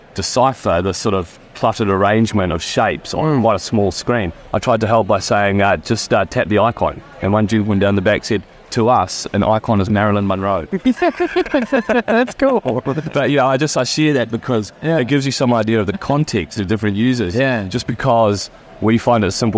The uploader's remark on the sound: Recorded during the bustling HiNZ Digital Health Week in Hamilton, New Zealand, this collection of interviews provides a valuable snapshot.